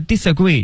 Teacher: 尽量把那个 dis 那个辅音和后面那个把它连在一起去读